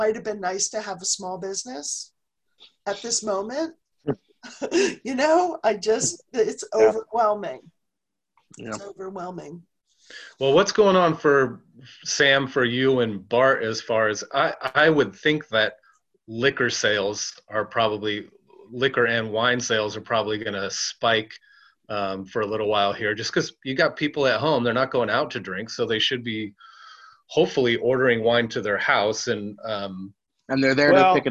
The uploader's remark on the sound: The Wine Makers are working from home this week. We decided to practice “social distancing” and try out the Zoom app to continue to continue recording shows for our listeners.